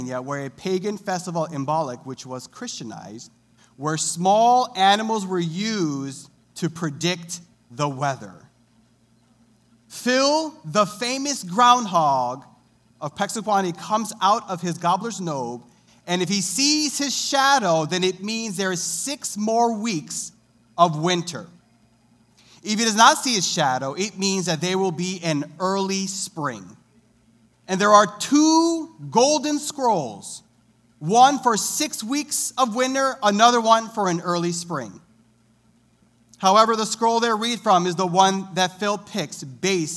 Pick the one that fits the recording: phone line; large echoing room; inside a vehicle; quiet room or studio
large echoing room